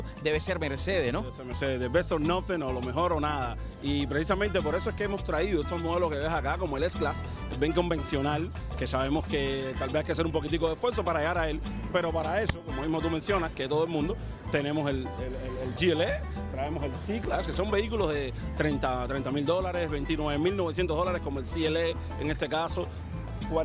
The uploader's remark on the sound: ON THE STREET. FESTIVAL CULTURAL HISPANO CORAL GABLES 2014.